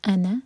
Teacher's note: نا ایک حرکہ ہوگا اس کا ساتھ جو الف ہے اس کو نہیں پڑھا جائے گا